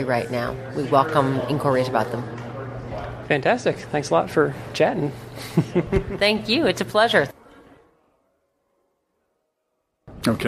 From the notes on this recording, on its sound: Interviews at the International Wildlife Film Festival. Instead of one expert interview we have a series of interviews with a wide variety...